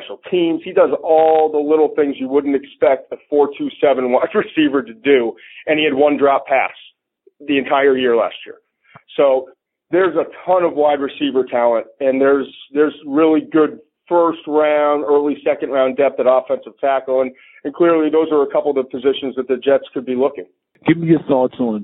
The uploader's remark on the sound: NFL Draft teleconference